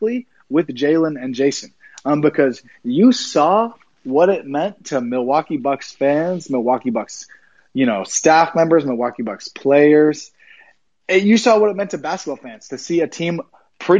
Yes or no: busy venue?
no